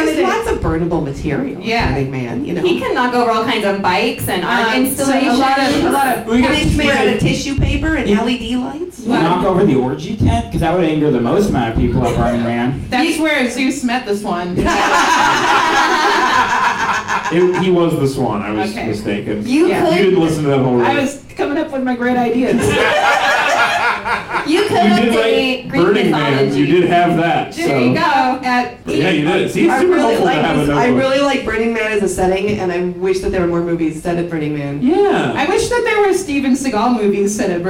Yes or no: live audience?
yes